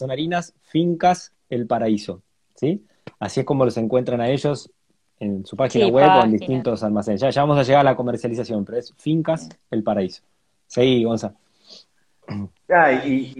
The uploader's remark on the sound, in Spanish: Audio de la charla en vivo por Instagram